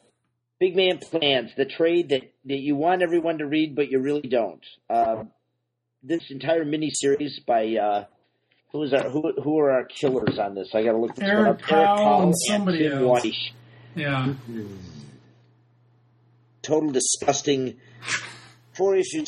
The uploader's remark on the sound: Sorry in advance for the audio troubles, folks. We're having separate technological failures concurrently.